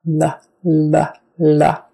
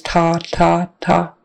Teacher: But that flicking, the pushing part, the flicking part is important because it distinguishes it from sounds like T or D, like T, D. The L is more of a curved, the tip of your tongue is kind of curving and flicking off. · Shown in: first take